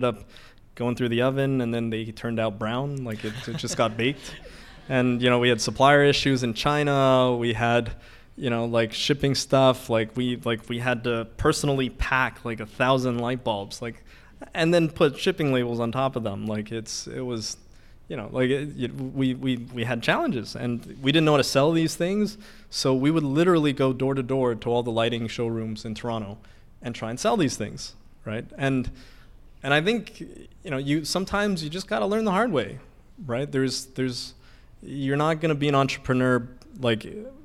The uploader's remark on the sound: Our first ever live audience recorded episode.